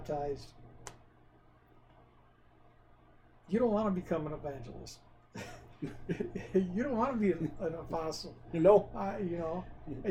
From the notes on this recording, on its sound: Sorry for the audio quality this week.